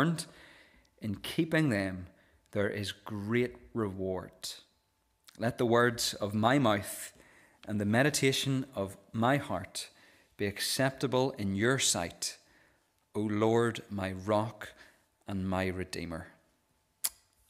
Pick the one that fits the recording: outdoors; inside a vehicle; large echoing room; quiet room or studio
large echoing room